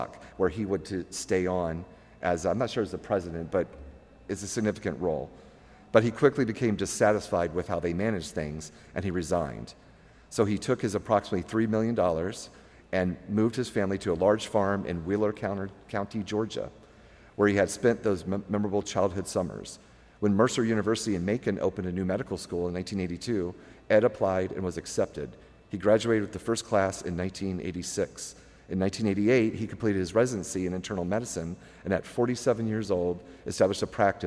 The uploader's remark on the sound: History of Personal Computing and Floppy Days performed a live recording of podcast at Vintage Computer Festival SouthEast 3.0 outside of Atlanta, GA.